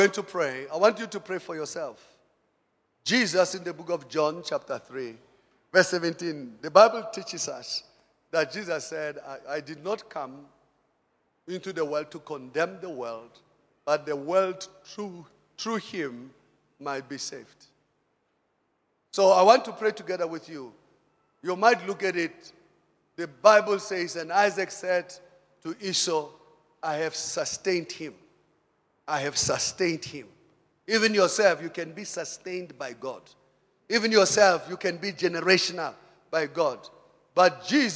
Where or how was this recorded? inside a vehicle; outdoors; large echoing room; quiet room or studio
large echoing room